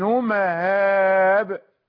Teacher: مهاب ليست هاء وليست همزة، إنما هو تسهيل